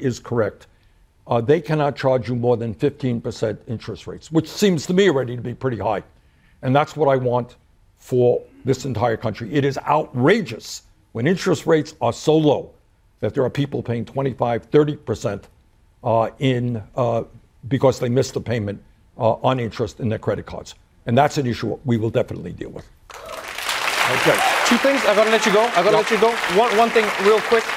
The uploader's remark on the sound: answer questions from the audience